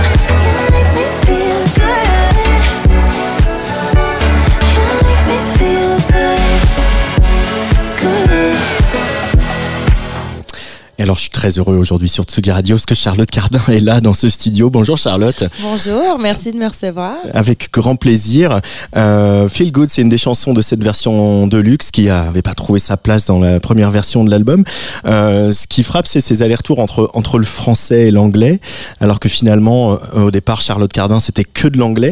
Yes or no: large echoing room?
no